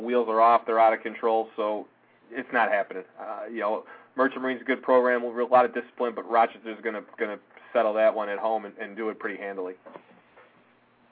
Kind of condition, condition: link, phone line